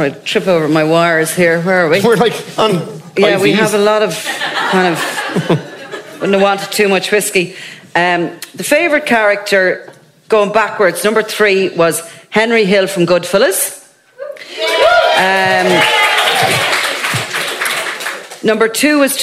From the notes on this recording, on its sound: This special, live edition of The Dingle Whiskey Movie Club from a packed Sugar Club in Dublin. Before a live audience.